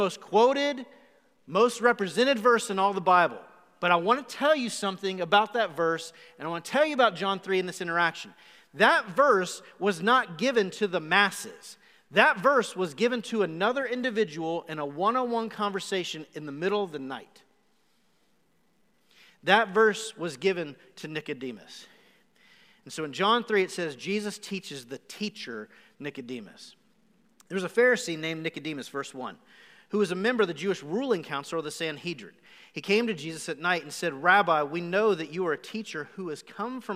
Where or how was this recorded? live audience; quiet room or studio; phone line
live audience